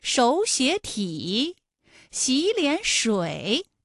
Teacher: 前两个字都是二声，第三个字是三声 · Term: 三音节的三声组合